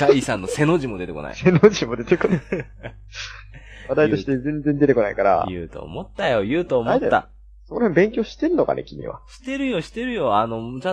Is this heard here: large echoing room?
no